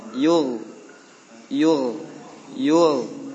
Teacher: Suara di tahan ya. Suaranya ditahan dengan mengangkat pangkal lidah